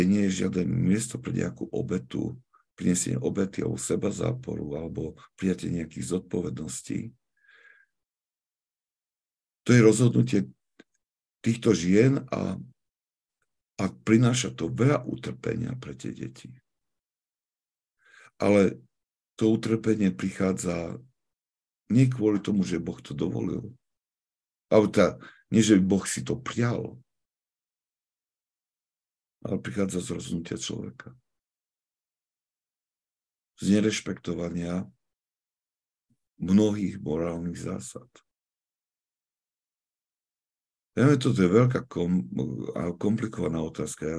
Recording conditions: video call